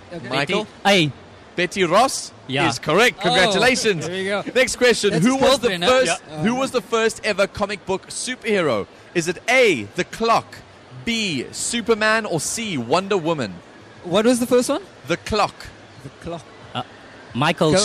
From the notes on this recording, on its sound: Goes up against one of the cosplayers at the Canal Walk Gaming Expo powered by BT Games & Good Hope FM.